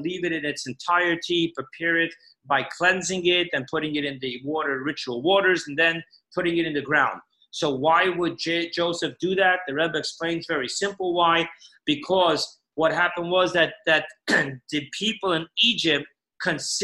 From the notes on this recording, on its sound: Parsha Zoom Class.